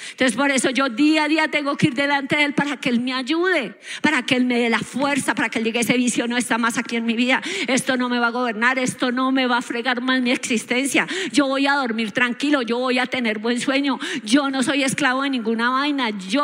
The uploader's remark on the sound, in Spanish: Grabado en auditorio Sin Muros Ministerio Internacional